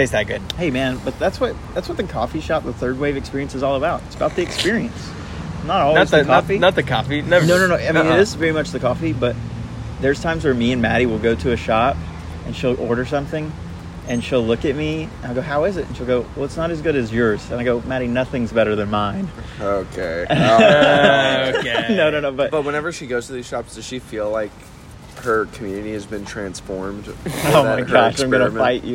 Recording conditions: background noise